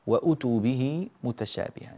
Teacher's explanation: في قوله تعالى وأتوا به متشابها لا ينبغي إطالة الهمزة